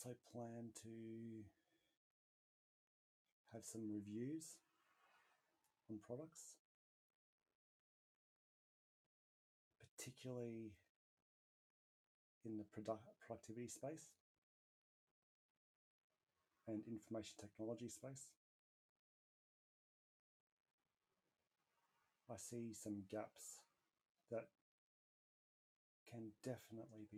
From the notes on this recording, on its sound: Note: we have intentionally kept this episode roar. There may be some sound glitches that may be noticable.